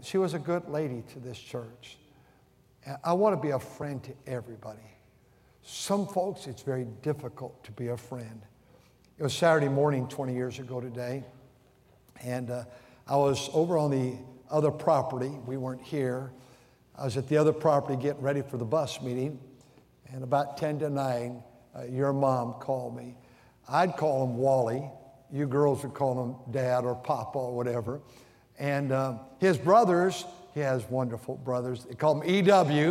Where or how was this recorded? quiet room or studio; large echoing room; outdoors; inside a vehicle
large echoing room